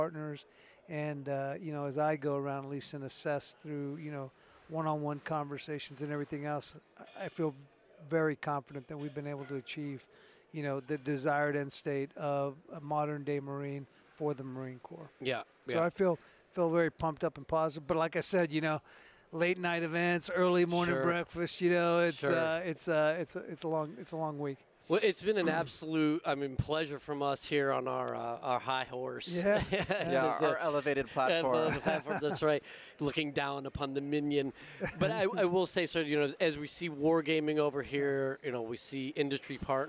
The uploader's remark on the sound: This week we are recording from the floor of Modern Day Marine so that we can bring you the events and personnel of this outstanding convention as it’s going on. We got the boss on the microphone to give us his thoughts and impressions of Modern Day Marine 2023.